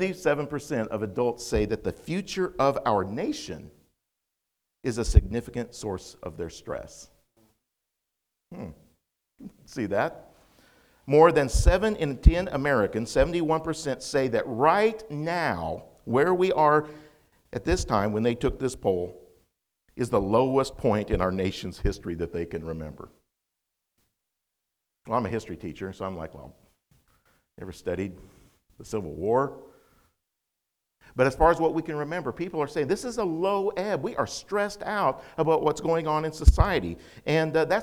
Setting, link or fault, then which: setting, large echoing room